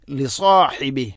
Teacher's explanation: സ്വാദ് ഉച്ചരിക്കുമ്പോൾ നാവിൻ്റെ മധ്യഭാഗം അണ്ണാക്കിലേക്ക് ഉയർന്നു നിൽക്കണം, അതാണ് ലിസാഹിബിഹ്.